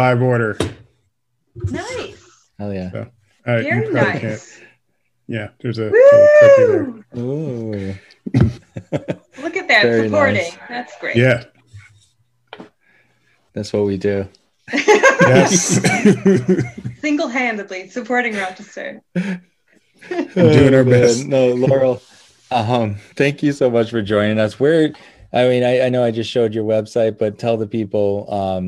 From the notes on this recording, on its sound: Recorded Live on Zoom